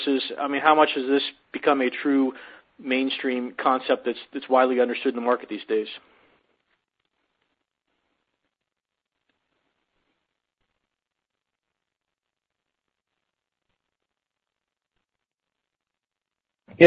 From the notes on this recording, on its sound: Earnings Conference Call